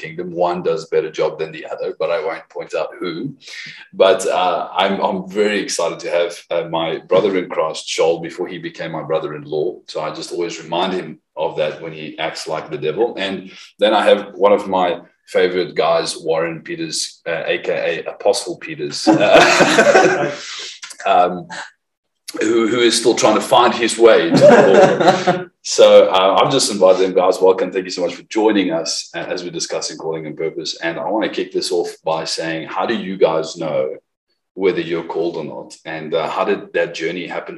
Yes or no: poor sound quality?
yes